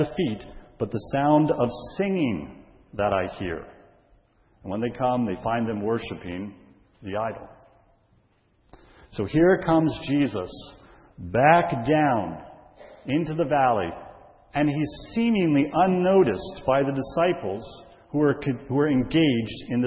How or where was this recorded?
large echoing room